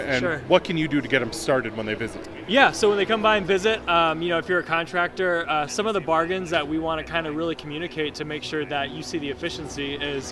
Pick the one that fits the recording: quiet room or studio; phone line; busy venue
busy venue